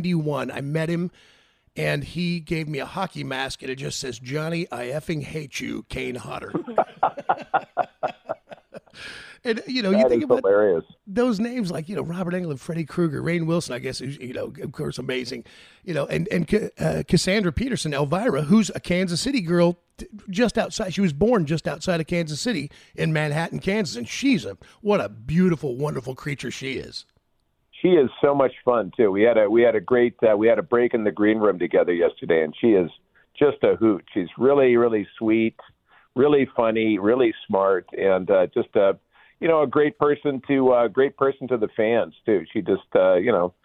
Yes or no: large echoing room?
no